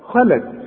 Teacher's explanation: أنا عايزك اللام دي ترققها جدا لأنها جنب خ مفخمة، فما نقولش خلت خلا، لا خلت.